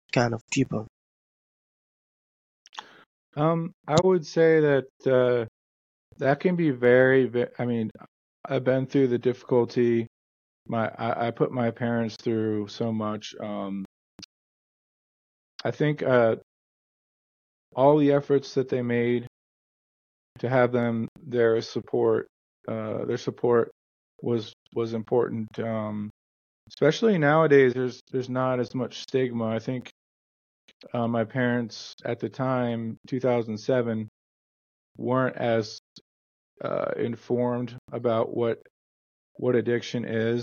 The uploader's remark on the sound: I encountered challenges with my video conferencing app, leading to frequent crashes during recording. If you noticed any delays in my responses, it was a result of these technical issues.